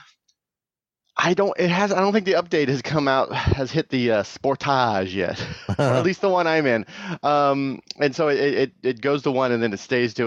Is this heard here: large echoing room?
no